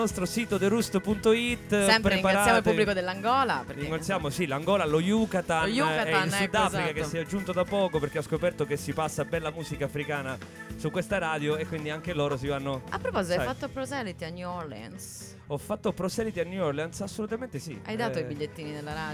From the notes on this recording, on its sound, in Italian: LiveFolkRadioShow. Live Streaming - THE ROOST.